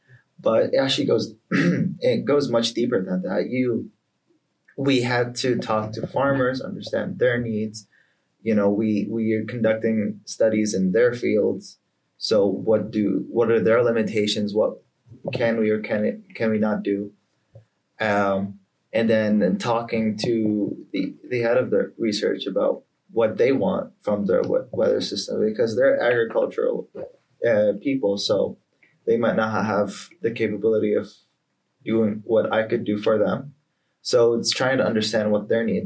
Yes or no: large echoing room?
no